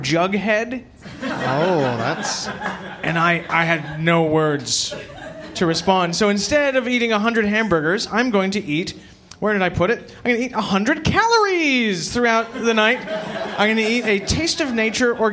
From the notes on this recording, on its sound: recorded live on April 17, 2019 at The Ossington in Toronto, Canada!